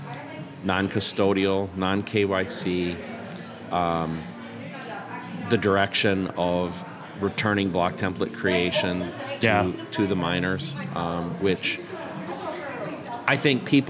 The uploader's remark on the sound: live from the South Carolina debut